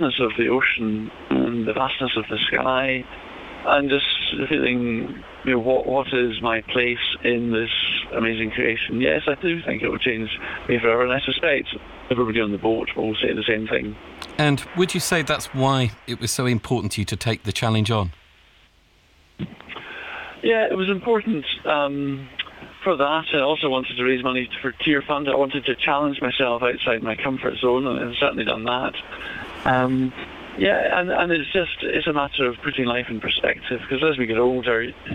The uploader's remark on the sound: BBC Radio 2. The call was done live from the boat in the Atlantic via satellite phone.